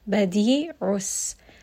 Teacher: seen here is going to have safir, meaning it has a little bit of a whistle.